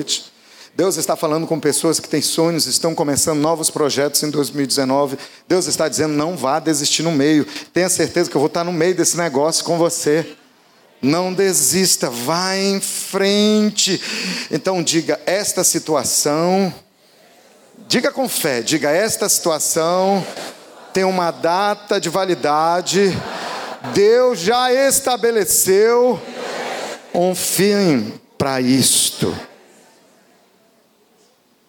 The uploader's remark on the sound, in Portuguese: Podcast gravado na PAES Piedade no dia 03/12/2018